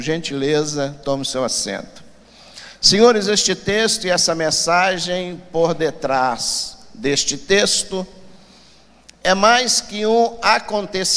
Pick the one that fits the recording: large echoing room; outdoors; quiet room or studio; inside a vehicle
large echoing room